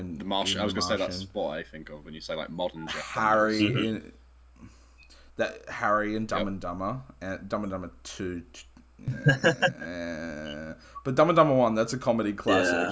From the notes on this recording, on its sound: Apologies for some slight technical difficulties.